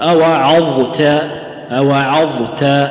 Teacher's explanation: تخرج الظاء المجاورة للتاء من غير إجحاف في الظاء